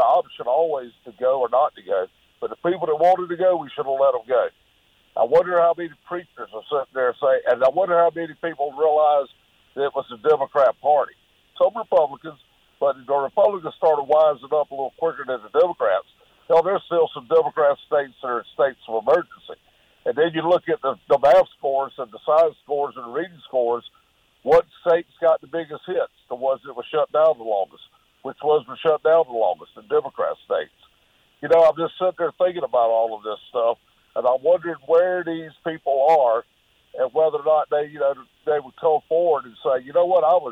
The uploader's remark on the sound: calls from Washington